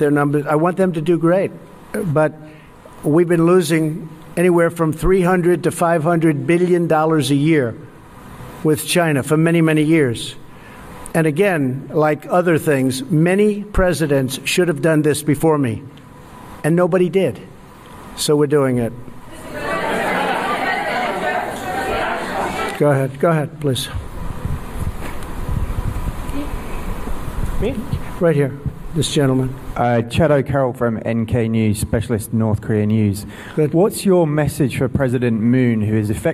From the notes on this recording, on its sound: News Conference in Hanoi after Summit with Kim Jong Un.